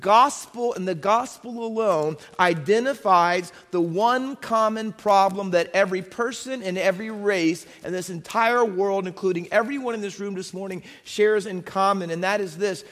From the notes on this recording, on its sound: Faith Baptist Church in Hamilton, NJ.